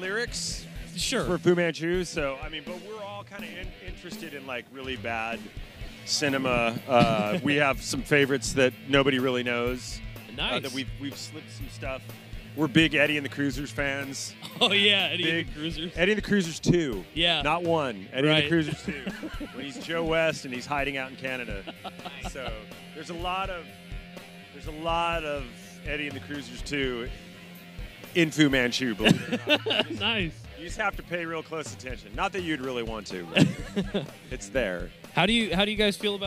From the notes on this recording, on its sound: Aftershock Festival Day 3 coverage of Sunday October 13th, 2019.